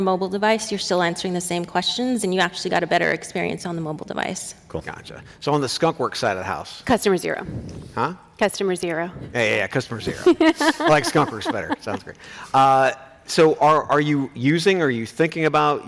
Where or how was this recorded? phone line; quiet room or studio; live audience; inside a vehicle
live audience